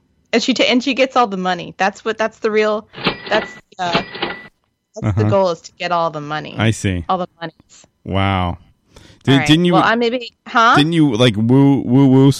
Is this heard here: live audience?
no